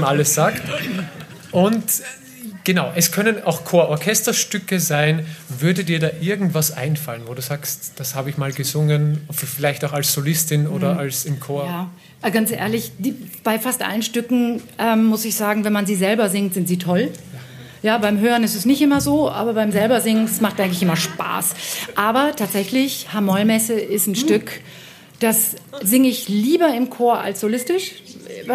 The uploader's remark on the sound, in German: Live vom Vokalfestival Totzenbach